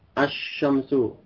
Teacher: lamnya masuk ke huruf shin, asyamsu, idgham pada huruf shin